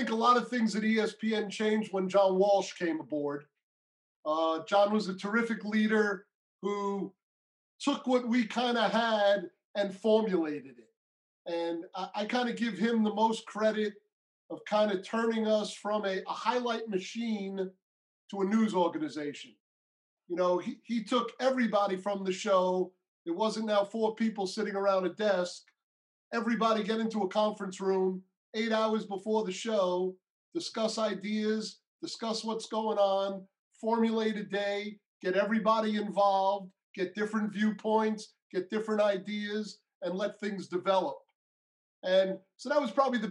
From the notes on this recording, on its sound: Their Zoom interview was the first time seeing each other in 10 years.